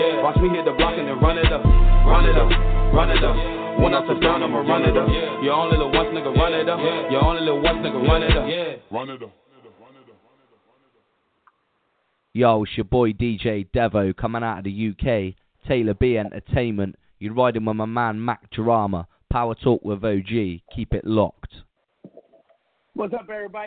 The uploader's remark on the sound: We have invited various people to call in and discuss some trending topics , current events and local happenings in their neck of the woods!